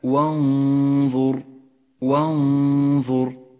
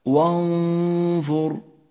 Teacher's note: والآن اقرأ كلمة وانظر، وانظر، ولاحظ حكم الإخفاء بداخل هذه الكلمة، النون الساكنة وبعدها حرف الظاء، حكم الإخفاء هنا بغنة مفخمة لأن حرف الظاء حرف مفخم